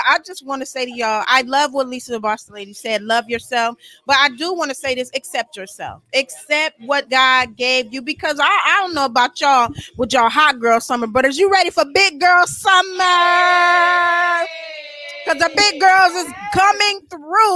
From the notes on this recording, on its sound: our celebration at Kiante's Lounge in Houston, Texas